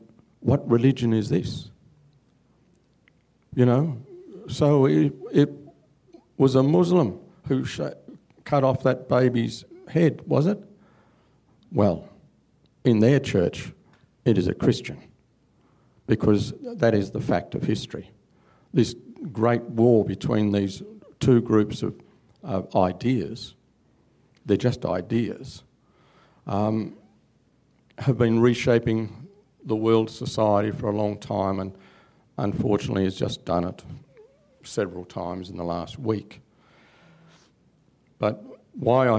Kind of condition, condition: setting, live audience